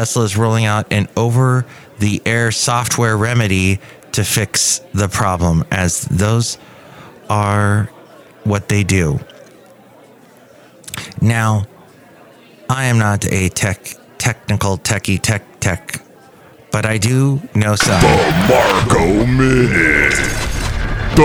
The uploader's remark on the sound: podcasts live from Café Anyway